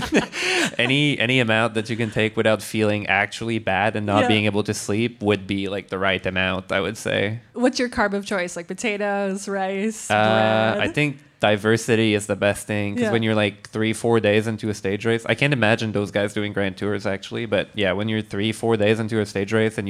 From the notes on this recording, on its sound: Live chat from downtown Montreal at Soboire. Live from the Grand Prix Cycliste de Montréal. Live chat from downtown Montreal at Soboire.